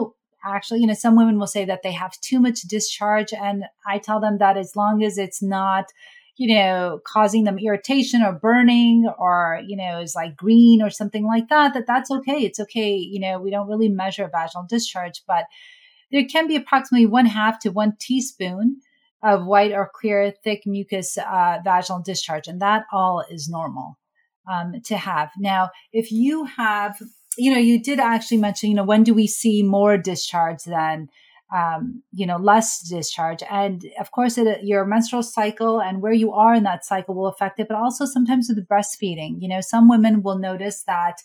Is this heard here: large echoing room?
no